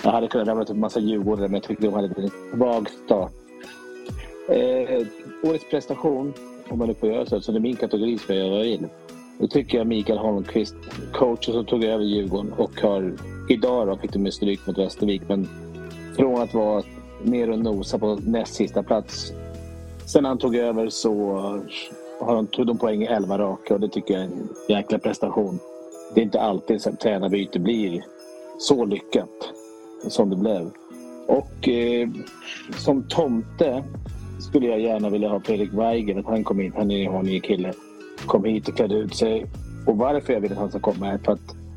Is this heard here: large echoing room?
no